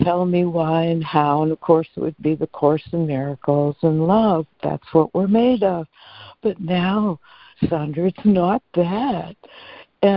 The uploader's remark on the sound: ACIM Daily Conference Call.